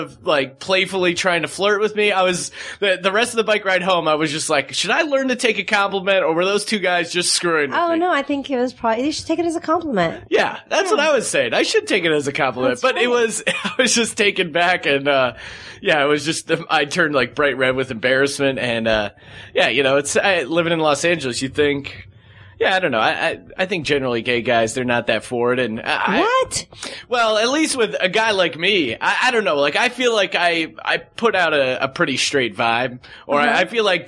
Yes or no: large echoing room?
no